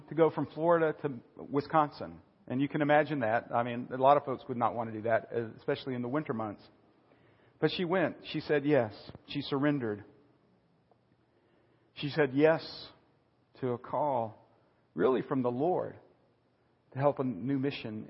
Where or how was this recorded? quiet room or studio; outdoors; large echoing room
large echoing room